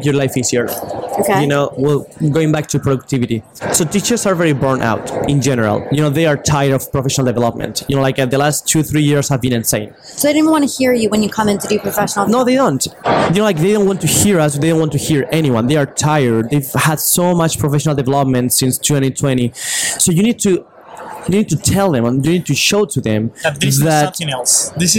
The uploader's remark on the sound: live at the NYSCATE annual conference